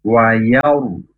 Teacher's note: R-nya itu tebal karena roh sukun sebelumnya fathah. Wayauru, nah do panjang dua harokat.